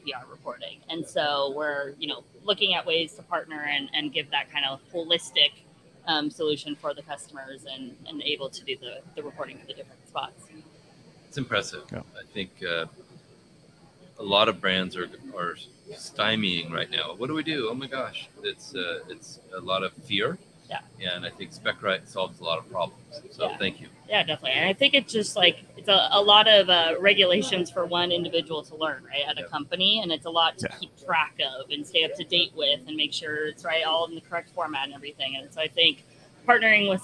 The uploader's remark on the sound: Live from PackExpo